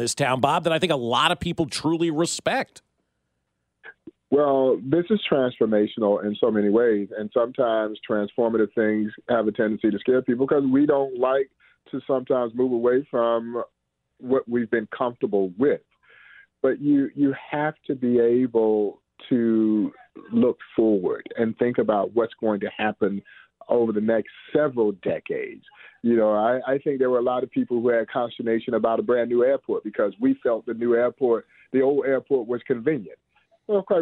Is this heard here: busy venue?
no